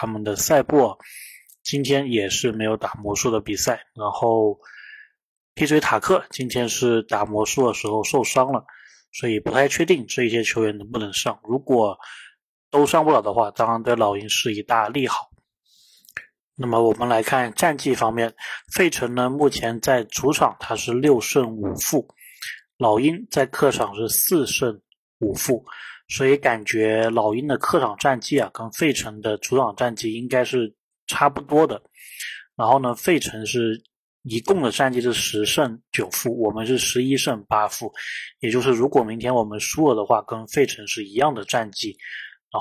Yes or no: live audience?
no